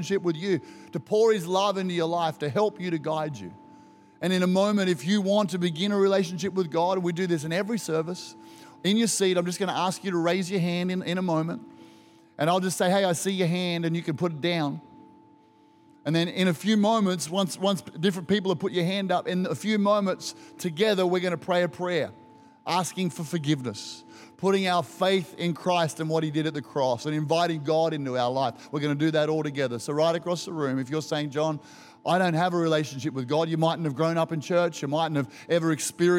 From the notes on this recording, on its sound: Recorded during our Good Friday service